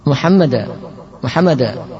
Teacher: menghilangkan tasdid pada mim sehingga menjadi Muhammada